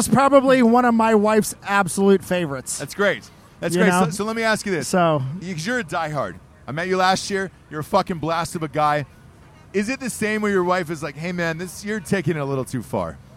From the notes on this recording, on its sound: Live From The Ohio State University. We are live from the Ohio State/Penn State game getting trashed with the Drinkin' Bros Ohio group and one of the finest tailgates in the land.